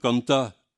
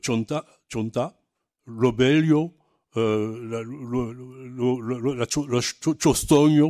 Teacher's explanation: tous les A qui ne sont pas accentués passent à O. · Shown in: second take · Chonta, Chonta, Lobelio, Chostogno, ça c'est du lozérien, un certain nombre de choses comme ça.